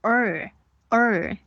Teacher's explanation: 会发一个卷舌的儿的音，也就是你发 er，然后但是把舌头给卷起来